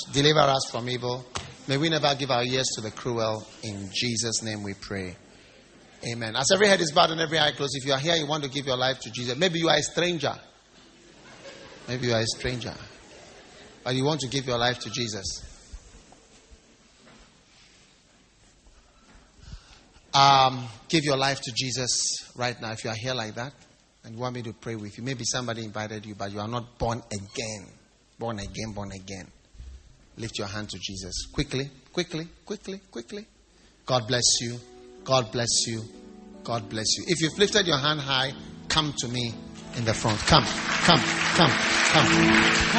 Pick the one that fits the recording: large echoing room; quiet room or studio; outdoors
large echoing room